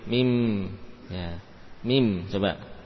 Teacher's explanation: mim yang terucap dengan menutupkan dua bibir